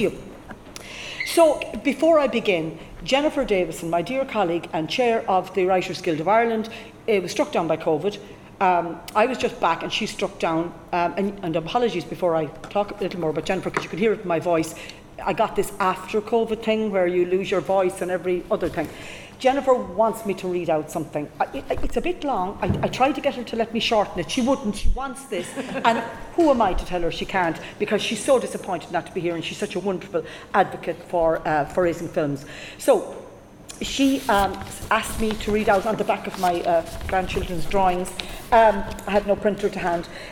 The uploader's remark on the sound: WFT Ireland and the Writers Guild of Ireland (WGI) returned to the Galway Film Fleadh last July for this in-person panel discussion.